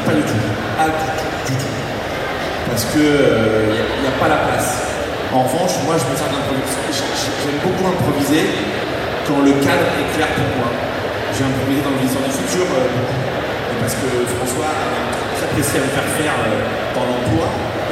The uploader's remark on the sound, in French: Suite des enregistrements réalisés lors du TGS 2016, la conférence Hero Corp.